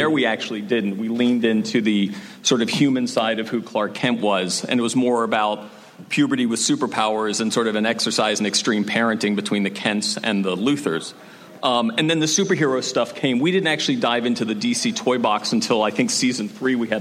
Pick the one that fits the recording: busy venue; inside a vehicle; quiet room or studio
busy venue